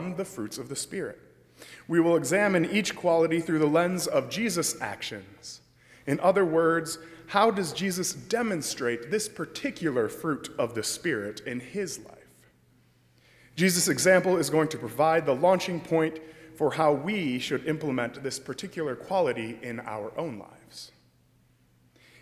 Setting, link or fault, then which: setting, large echoing room